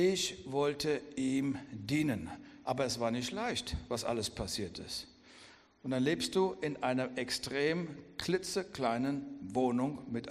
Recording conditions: large echoing room